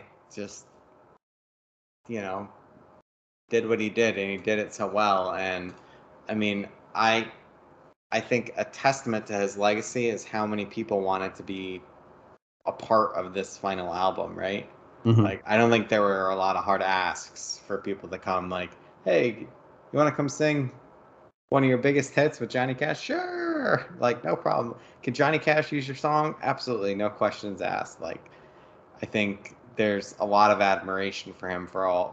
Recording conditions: background noise